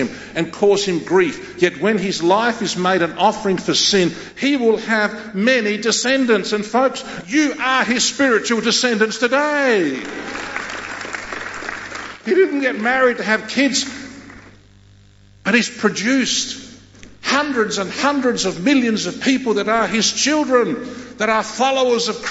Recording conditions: large echoing room